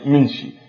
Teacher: هنا الظاهرة إبدال الكاف إلى شين وهناك إضافة شين بعد الكاف.